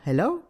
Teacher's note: bạn hạ giọng chữ he xuống và bạn nâng cao giọng chữ lâu · Term: ngữ điệu